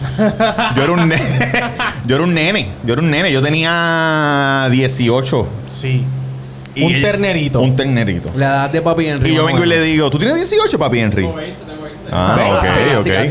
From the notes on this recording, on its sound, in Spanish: El Cuido Podcast LIVE. Nos fuimos para #TACOS e hicimos un LIVE.